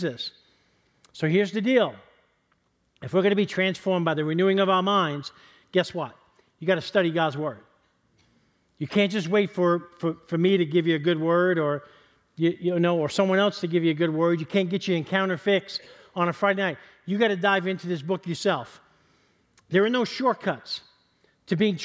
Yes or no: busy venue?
no